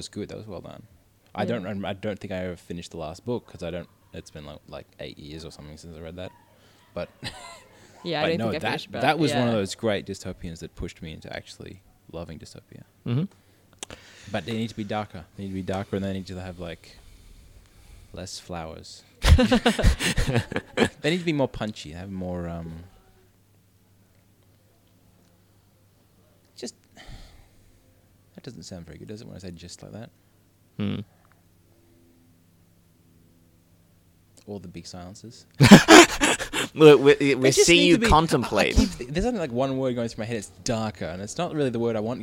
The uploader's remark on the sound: Recorded live at the Brunswick Street Bookstore.